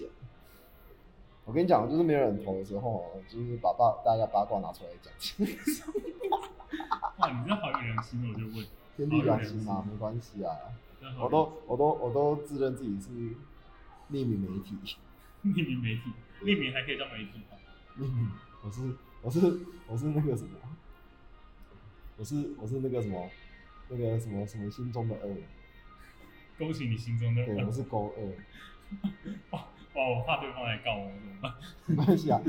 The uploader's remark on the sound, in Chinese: 下班在路邊錄音。路邊坐著上班族。